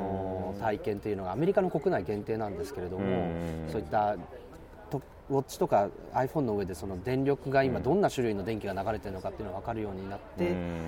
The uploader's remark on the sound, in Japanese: Appleイベント2日目、昼下がりのApple Park Visitor Center屋上で。